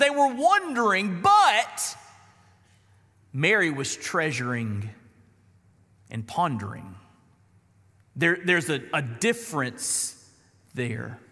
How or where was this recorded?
large echoing room